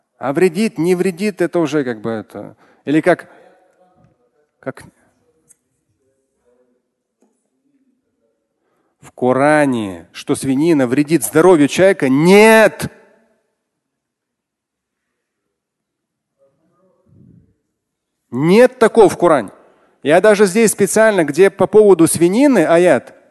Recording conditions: live audience